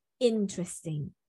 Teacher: So you will see a stress marker like this in front of the syllable in, interesting. So in is where you put your primary stress